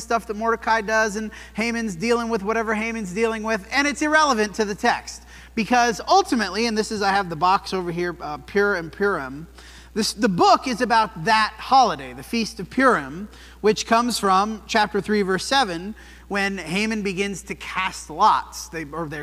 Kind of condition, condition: setting, large echoing room